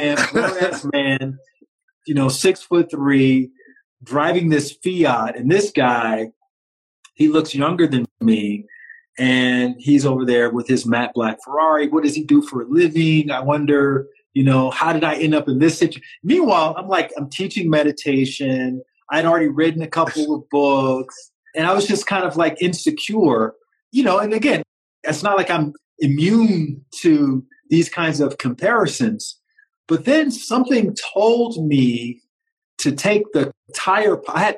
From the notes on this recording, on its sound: a punchy compilation of conversations from Instagram Live